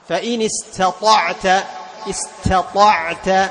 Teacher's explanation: واستطعت، هنا تخلص التاء من الطاء، المخرج واحد لكن تختلف الصفات، فتجعل التاء مستفلة والطاء مطبقة مستعلية